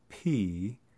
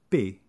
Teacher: When I say P, there's a little splash of breath. · Shown in: first take · But if I was to say that without the splash of breath, B, it sounds a little bit like a B.